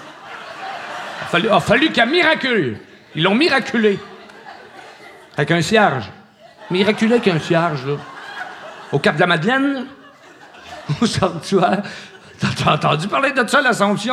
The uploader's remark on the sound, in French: en public Music Oloron Skate Chope 06-05-2016